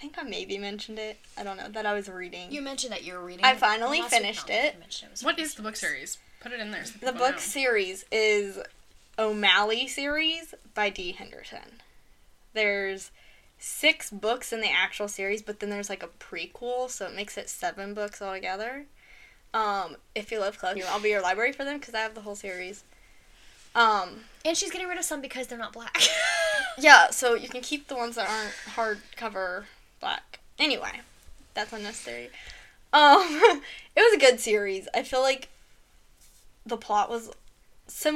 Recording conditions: sounds in the background